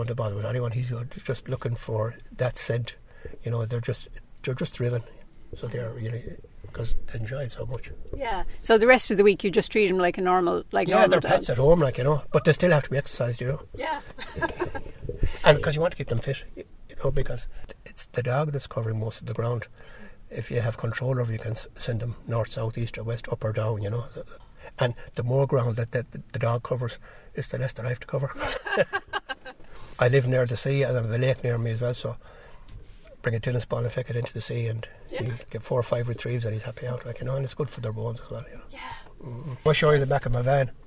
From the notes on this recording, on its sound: Walking the Connemara hills with SARDA Ireland. I spent a few hours being their dogsbody, that is, acting as a 'missing person' for the dogs to find.